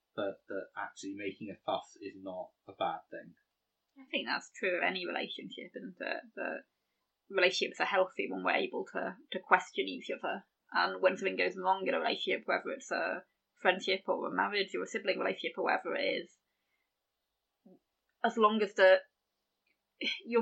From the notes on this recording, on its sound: We apologise for some audio issues we experienced with this recording. Half of this was technical. The other half was our dog making too much noise!